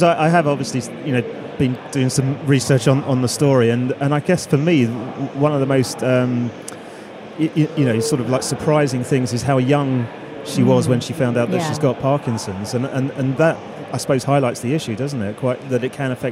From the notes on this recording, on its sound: Recorded in partnership with Microsoft from their Future Decoded event in ExCeL, London.